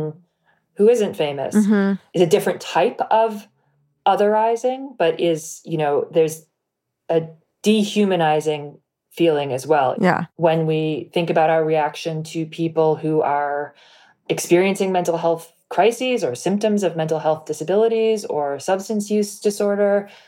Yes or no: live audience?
no